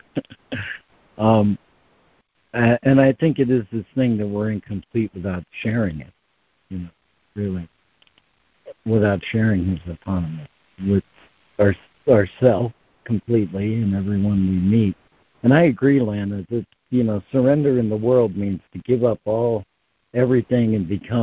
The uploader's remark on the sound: ACIM Daily Conference Call